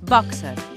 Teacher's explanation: hem de pronunciar el terme boxer, amb O oberta i E neutra